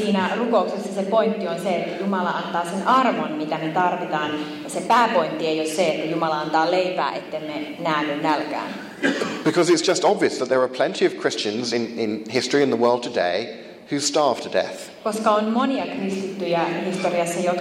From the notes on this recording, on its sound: First of two Q&A sessions on the problem of evil from a conference on the subject held in Finland, April 11th 2015.